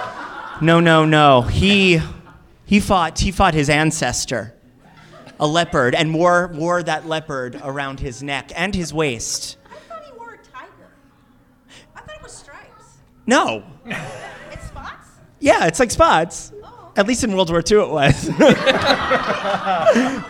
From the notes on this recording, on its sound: LIVE from BroadwayCon 2020 in New York City.